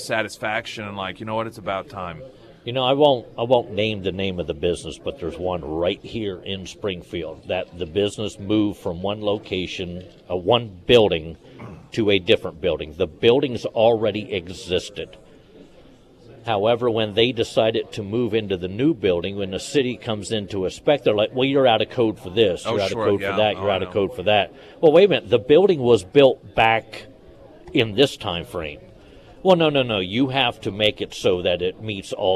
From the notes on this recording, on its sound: live at Scramblers Diner.